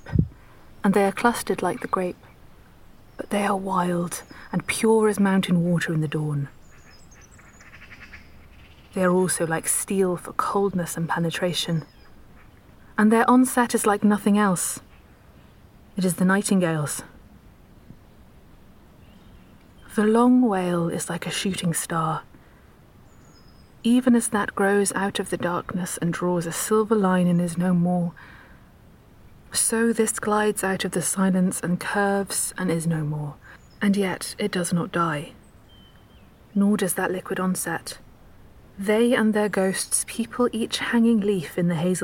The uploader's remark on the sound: Nightingales at dawn in Dorset. Heads to a secret common and woodland in Dorset to at the crack of dawn to hear Britain's most famous songster – the increasingly scarce nightingale.